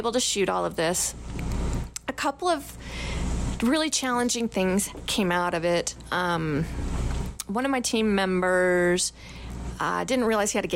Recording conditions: sounds in the background